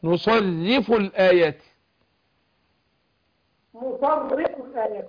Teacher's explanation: نصرف، نرقق الراء مع تشديدها